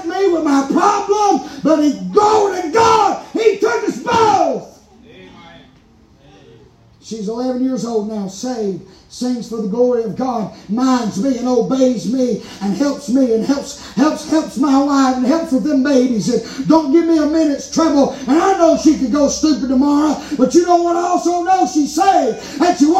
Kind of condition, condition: setting, large echoing room